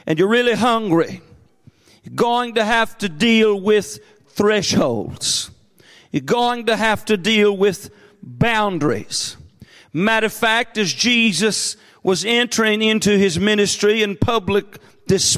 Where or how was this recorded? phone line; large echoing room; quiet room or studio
large echoing room